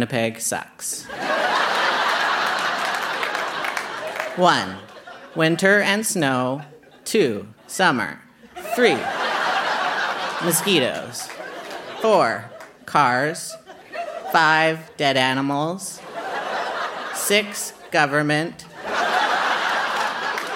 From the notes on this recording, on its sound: Recorded live at the Rio Theatre in Vancouver.